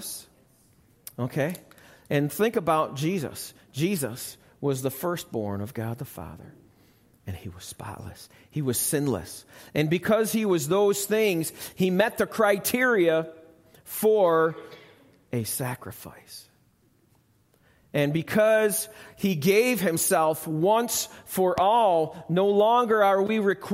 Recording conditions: large echoing room